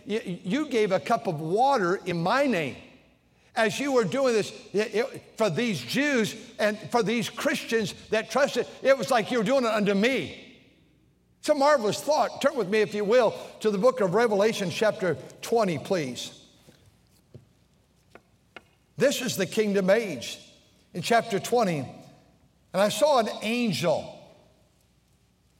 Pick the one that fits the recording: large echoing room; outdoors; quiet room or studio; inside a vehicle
large echoing room